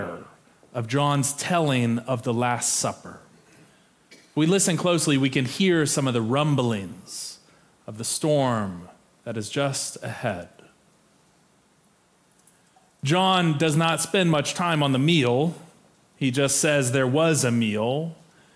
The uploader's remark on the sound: Preached for our Maundy Thursday Worship Service